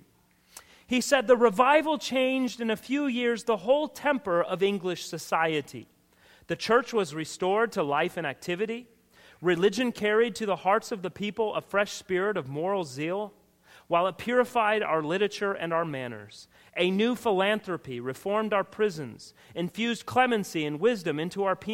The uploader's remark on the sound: the final session from our annual Missions Conference from Redeemer Baptist Church, located in Rincon, Georgia.